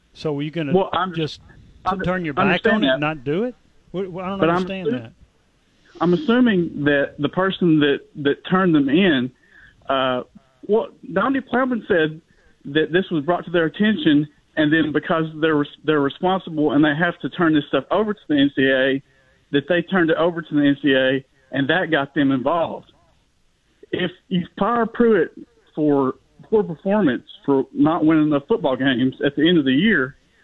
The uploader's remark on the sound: take your phone calls